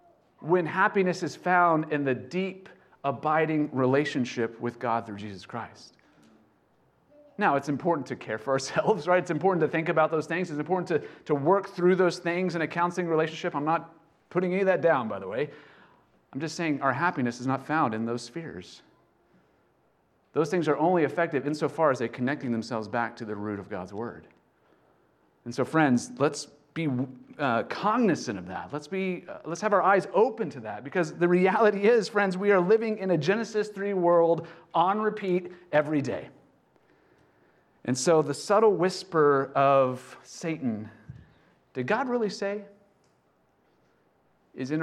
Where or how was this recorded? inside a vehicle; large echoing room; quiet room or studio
large echoing room